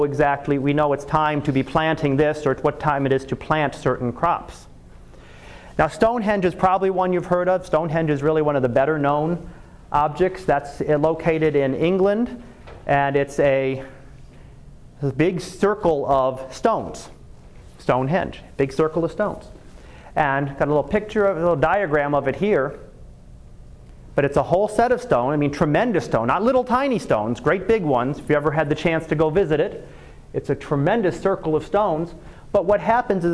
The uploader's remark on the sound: Live Class Lecture